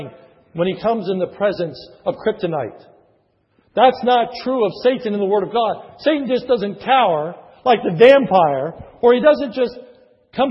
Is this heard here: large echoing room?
yes